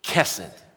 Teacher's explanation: The accent's on the first syllable, and the end of it just kind of trails off.